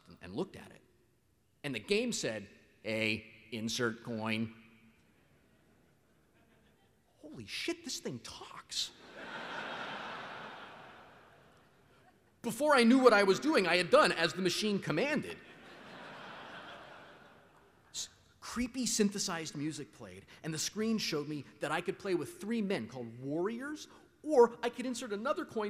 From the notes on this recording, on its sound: This is a recording of my 2007 Keynote to the Penny Arcade Expo in 2007.